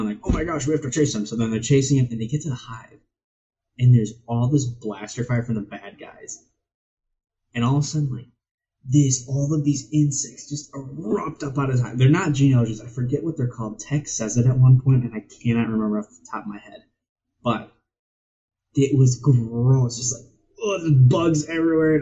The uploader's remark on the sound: I would like to first apologize for the garbage audio; turns out instead of inputting through my microphone, the system ran my audio through my webcam.